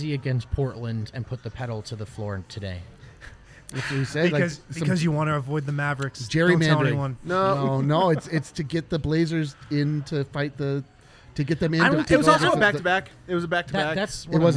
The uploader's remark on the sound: Live from the DNVR Bar